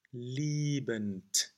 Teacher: So then the B stays as a B, stays voiced.